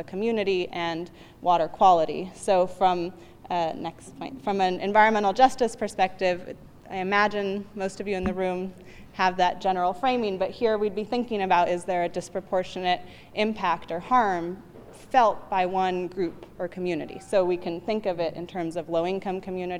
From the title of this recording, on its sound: UC Berkeley live recording